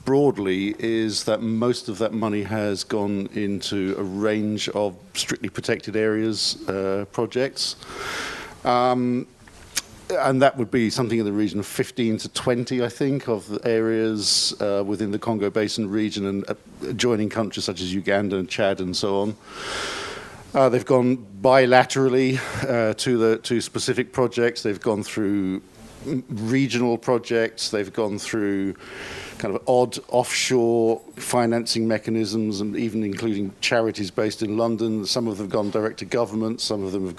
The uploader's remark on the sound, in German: Panel zur Tagung «Vom Aussterben bedroht?».